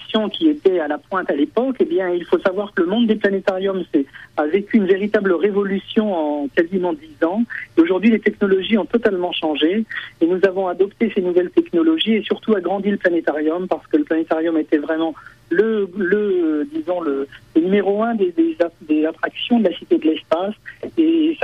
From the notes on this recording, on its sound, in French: Directeur des programmes à la Cité de l'espace de Toulouse (par téléphone).